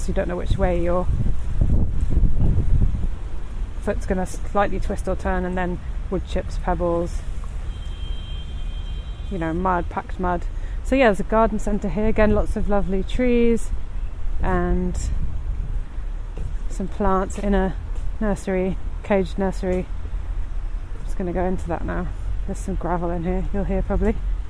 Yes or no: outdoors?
yes